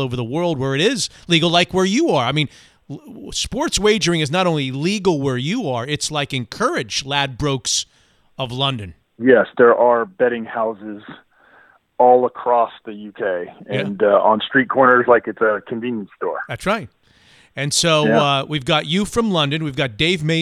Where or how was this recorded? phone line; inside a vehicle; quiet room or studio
phone line